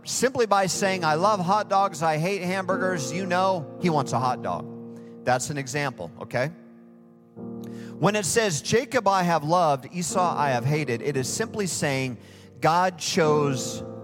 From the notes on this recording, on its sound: Recorded live at Hope Church in Springfield, Mo.